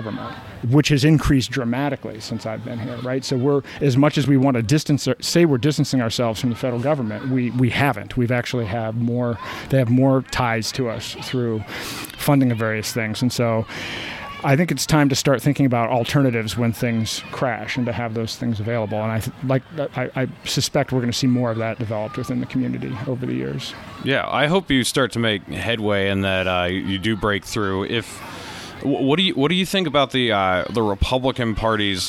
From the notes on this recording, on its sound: Sat down at the Free State Live Hub this Porcfest. Newhampshire.